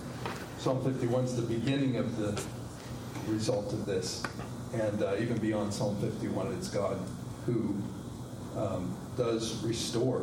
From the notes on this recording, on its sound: a recording of our recent Men’s Discipleship Breakfast